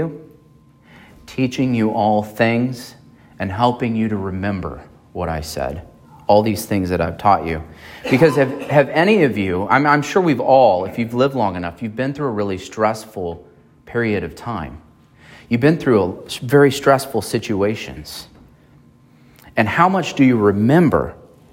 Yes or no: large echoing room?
yes